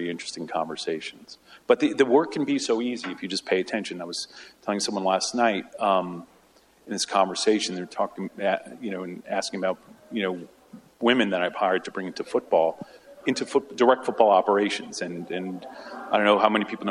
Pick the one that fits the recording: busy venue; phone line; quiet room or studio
busy venue